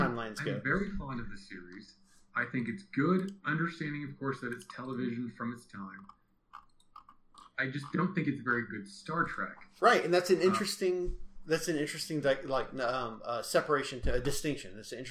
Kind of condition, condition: fault, poor sound quality